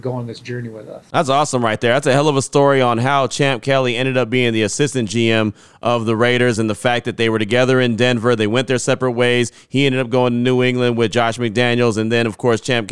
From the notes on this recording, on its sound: Talk in great length at the Combine. Plenty of sound from the Scouting Combine on Wednesday when both GM and HC talked to the media in great length. Your calls and text will close out the show.